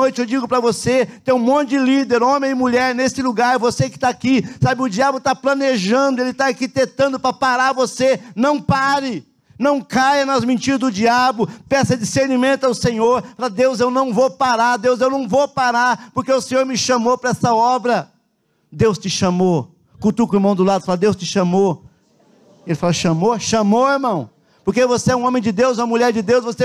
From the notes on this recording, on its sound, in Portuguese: na Igreja ABA Curitiba (Transmitido ao vivo)